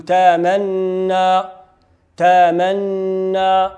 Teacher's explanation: تيدير إدغام مباشرة دون روم ولا إشمام